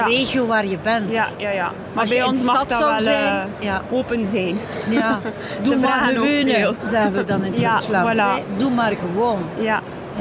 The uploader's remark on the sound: Horeca Expo Live.